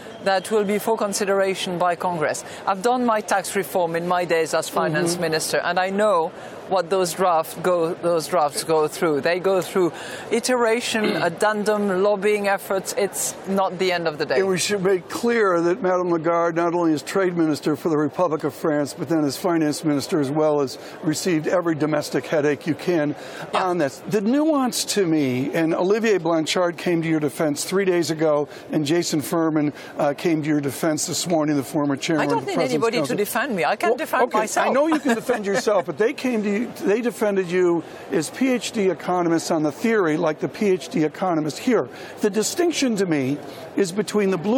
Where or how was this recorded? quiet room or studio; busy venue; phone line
busy venue